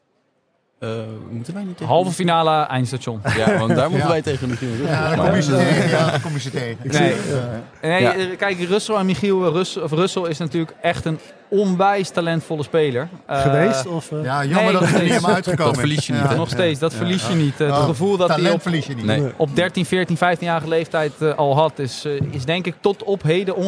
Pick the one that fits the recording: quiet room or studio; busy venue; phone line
busy venue